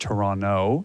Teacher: We pronounce it Toronto, no T at the end.